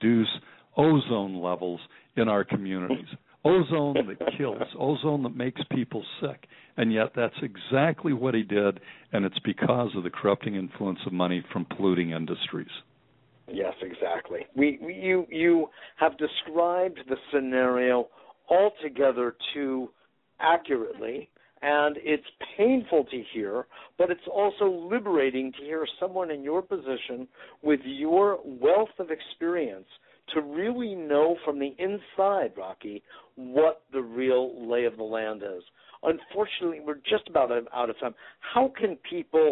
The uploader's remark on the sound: Today is a chance for listeners to call.